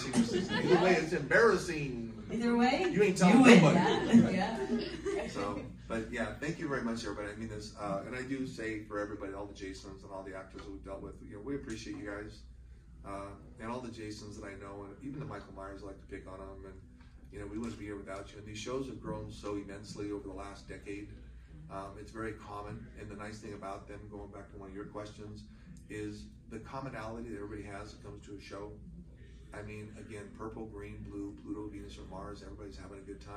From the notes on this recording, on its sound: panel recorded at Days of the Dead Chicago on May 15, 2022